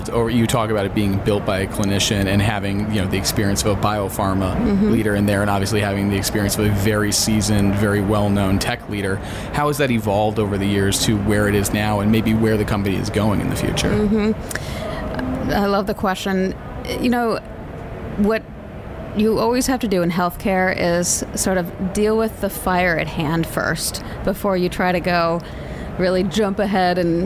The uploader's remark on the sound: HLTH 2022 Takeouts. Recorded at HLTH in Las Vegas.